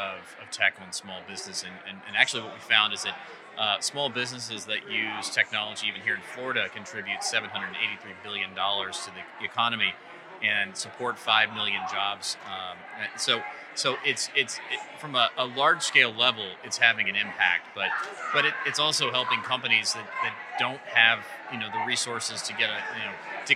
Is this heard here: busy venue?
yes